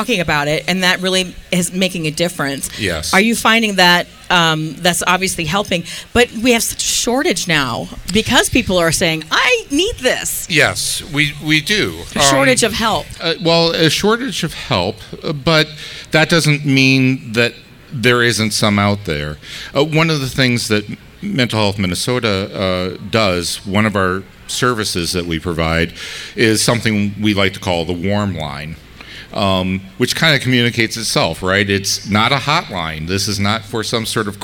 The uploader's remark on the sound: Say Too Much LIVE From Music Therapy! We went LIVE from our Music Therapy event.